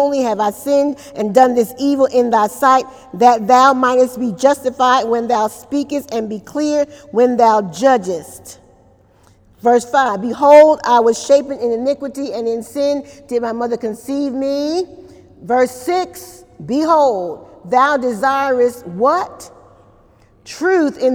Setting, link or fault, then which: setting, large echoing room